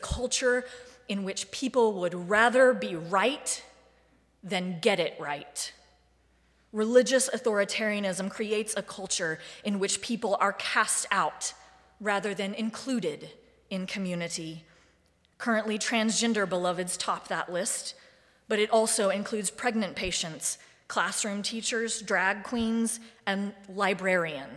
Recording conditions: large echoing room